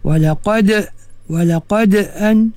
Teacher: huruf dal ini huruf qalqalah yang paling yang paling ringan lah, yang paling sedikit dia punya bunyi qalqalah · Term: qalqalah sughra